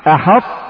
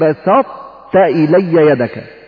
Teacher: يعني يبقى صفة استعلاء الطاء إذا أتى بعدها حرف التاء، فتبدأ أو تفتح الفم أو تبتدئ بطاء وتنتهي بتاء. · Term: إدغام ناقص